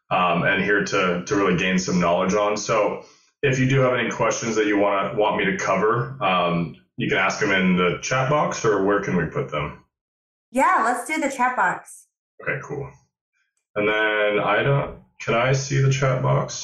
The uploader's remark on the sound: This is a LIVE webinar that they did to a group of northern CA doctors that are considering making the plunge into practice ownership.